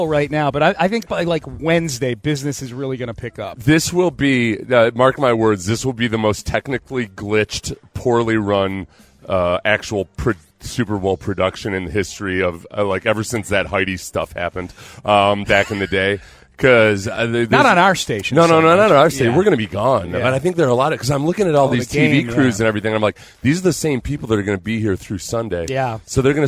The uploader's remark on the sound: live on Radio Row in Las Vegas!